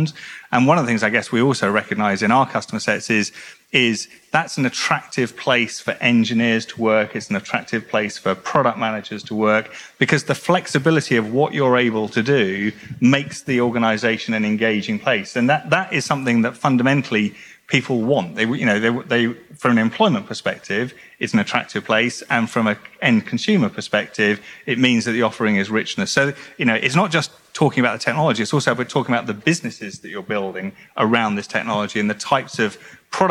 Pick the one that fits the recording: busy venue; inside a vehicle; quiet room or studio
busy venue